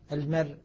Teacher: الراء الساكنة عند الوقف عليها بالروم ترقق تبعا للراء المكسورة المرققة · Term: رقق الراء